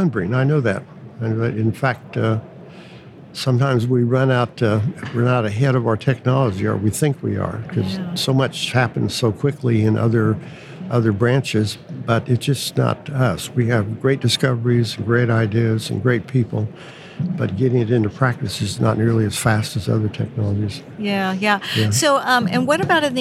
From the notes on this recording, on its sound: Recorded live at the SPE ATCE, San Antonio, TX.